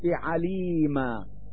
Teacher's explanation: فإن التنوين في مثل هذه الكلمات يبدل في حال الوقف علامة مد لحركة الفتحة التي على الميم من كلمة عليما · Term: مد العوض